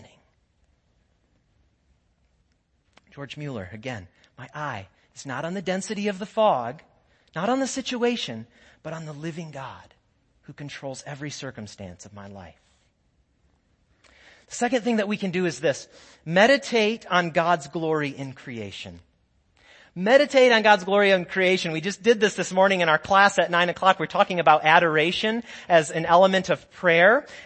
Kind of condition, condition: setting, large echoing room